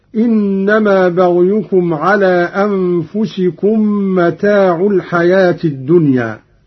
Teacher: قوله تعالى: يا أيها الناس إنما بغيكم على أنفسكم متاع الحياة الدنيا. قرأ قانون برفع العين هكذا: إنما بغيكم على أنفسكم متاع الحياة الدنيا.